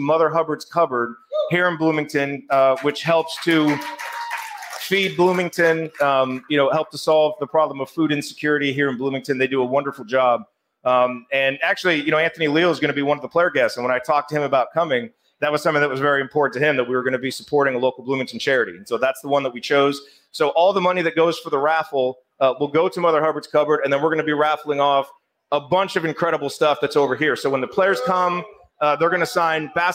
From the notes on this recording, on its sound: Assembly Call was live at Switchyard Brewery in Bloomington for its annual meetup.